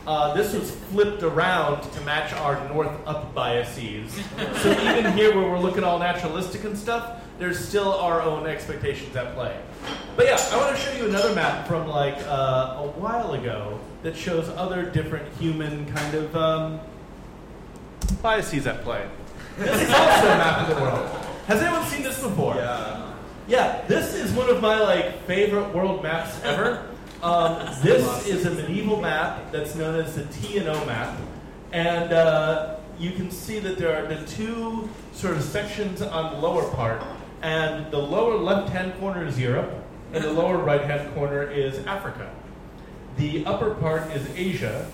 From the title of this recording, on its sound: Live at Floyd’s